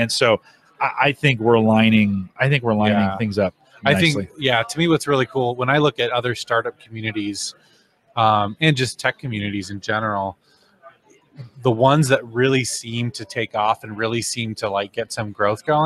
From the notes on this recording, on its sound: Interviews at HDC 2016. Interviews guests from HDC2016.